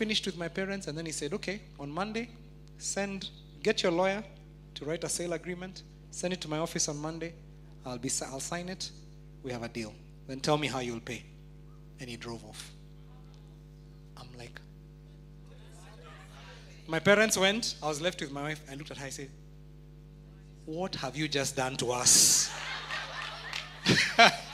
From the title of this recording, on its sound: Preached At Worship Harvest Church, Nairobi Camp